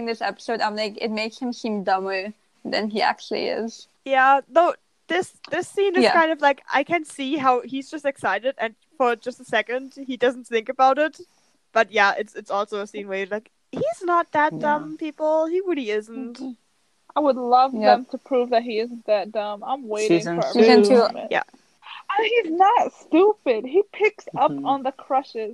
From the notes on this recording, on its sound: while fighting against bad Wi-Fi connections.